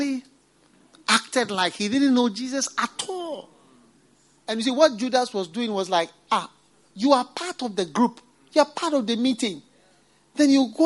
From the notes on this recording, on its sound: Preached at the FLOW Service, First Love Church.